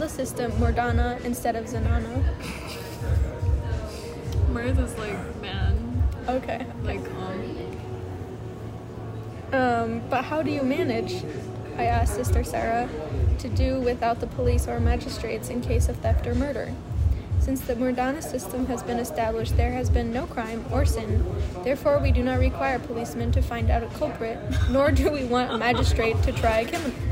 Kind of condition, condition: fault, background noise